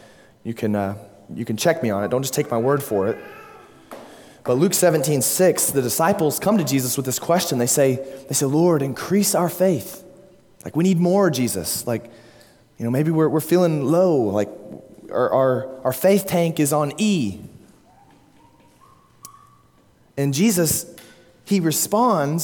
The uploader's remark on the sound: At Immanuel Baptist Church, Springdale, Arkansas.